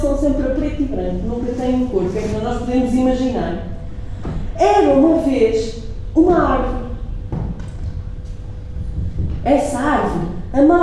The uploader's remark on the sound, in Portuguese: Gravado durante a Hora do Conto no Até à Lua no dia 08/12/2016